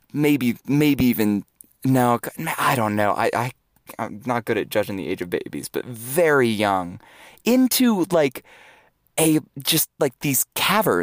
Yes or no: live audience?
no